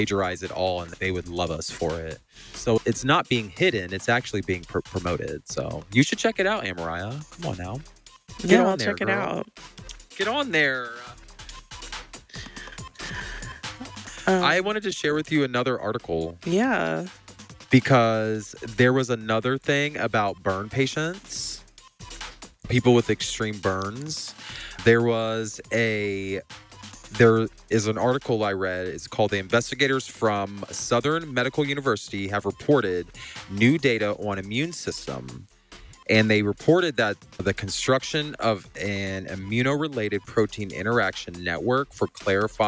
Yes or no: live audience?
no